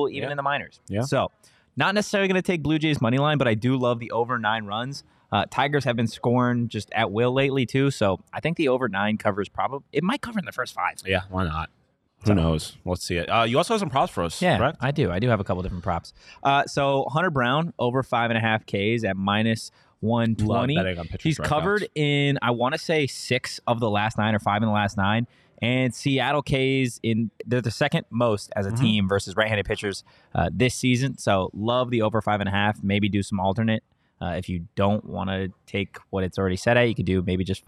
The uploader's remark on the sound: Live from the BetMGM Sportsbook at State Farm Stadium